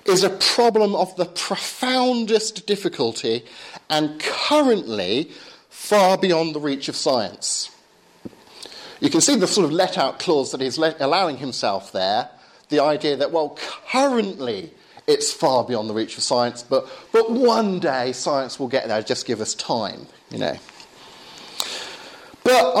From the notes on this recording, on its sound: Lecture and Q&A at Bryanston School's Philosophy Society.